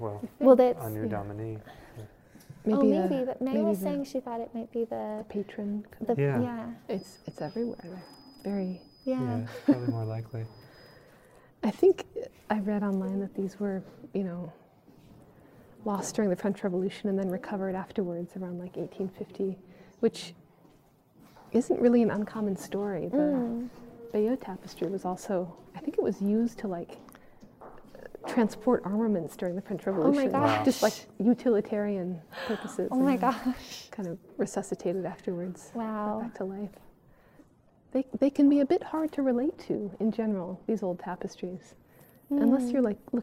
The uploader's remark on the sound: capped it off with a podcast recording way uptown at The Met Cloisters.